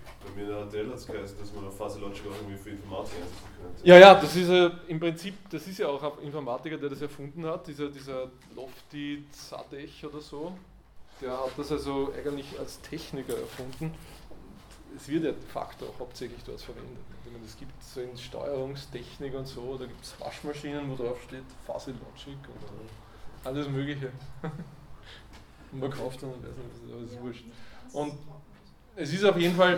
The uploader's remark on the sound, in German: Diese Vorlesung wurde von Studierenden aufgenommen